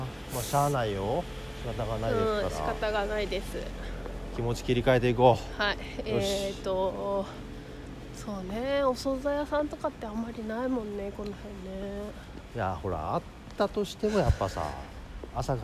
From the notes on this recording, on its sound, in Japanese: 新道商店街を行く。新道商店街のまちの音がなんかいいなぁと思ったので、今回もBGMは付けづにいってみます。ただ歩きながらしゃべっている。